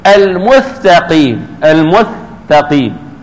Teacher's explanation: وهو من يبدل حرفا بأن يأتي بغيره بدله، بأن يأتي بالمثلثة بدل السين · Term: وألثغ بمثلثة